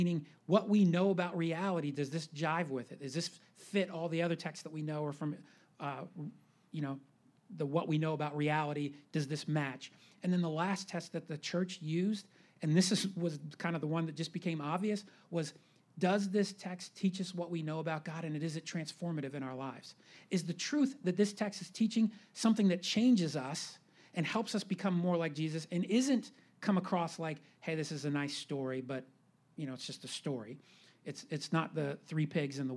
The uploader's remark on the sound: Live Q & A Sunday: 2nd Service